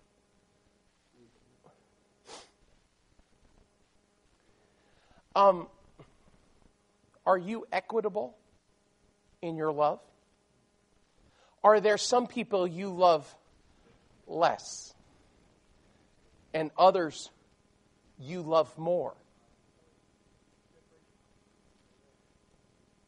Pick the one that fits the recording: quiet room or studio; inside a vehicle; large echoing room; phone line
large echoing room